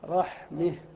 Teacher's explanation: فإن الفتحة قبل تاء التأنيث أيضا يجوز أن تمال، فتميلها إلى الكسرة · Term: الفتحة الممالة